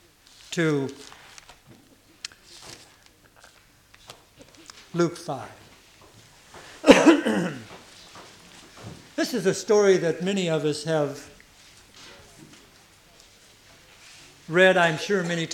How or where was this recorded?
large echoing room